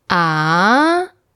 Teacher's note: The second tone is ah, the rising tone. It sounds like when you're asking a question.